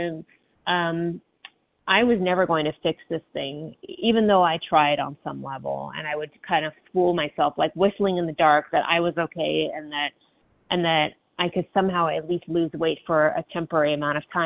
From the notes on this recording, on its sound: from the 100 Pounders Phone Meeting